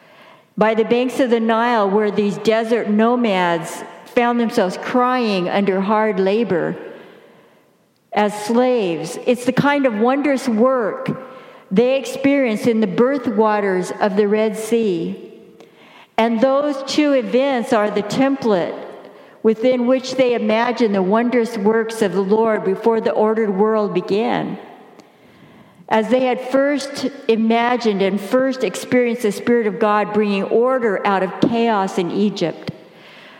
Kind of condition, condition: setting, large echoing room